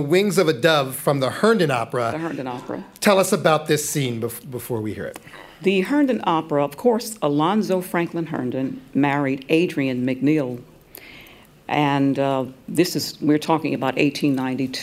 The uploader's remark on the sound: Live from The Greene Space stage. We’re bringing you a portion of this event.